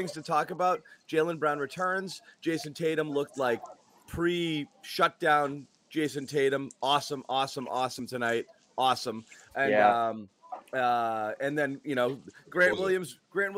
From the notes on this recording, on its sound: after the game as we break it all down live from TD Garden